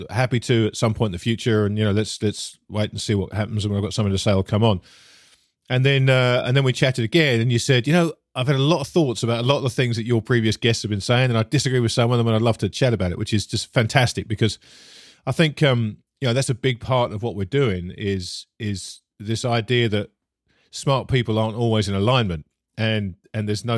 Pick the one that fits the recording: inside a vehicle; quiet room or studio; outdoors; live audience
quiet room or studio